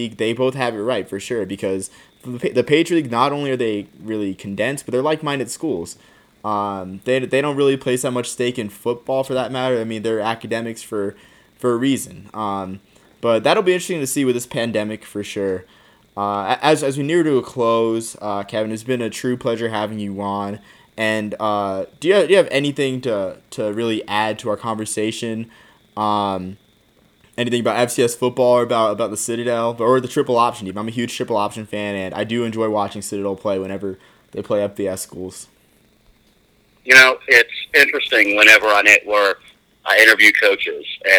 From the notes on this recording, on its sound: hopped on the phone